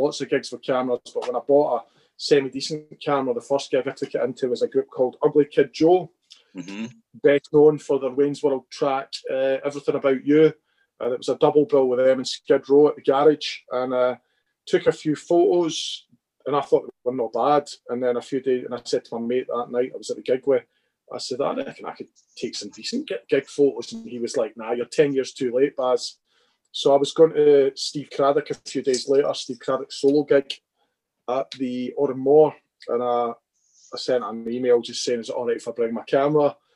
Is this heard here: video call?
yes